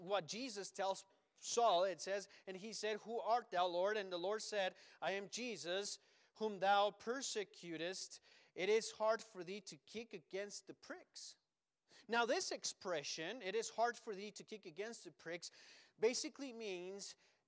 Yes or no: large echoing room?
yes